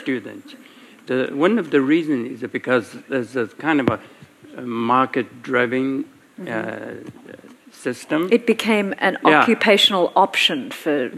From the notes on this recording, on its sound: share a panel at the Getty Center